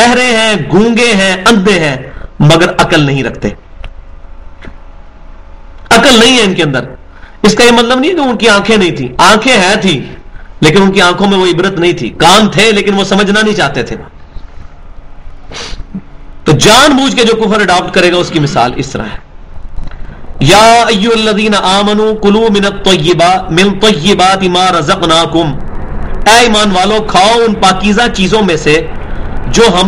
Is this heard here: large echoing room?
yes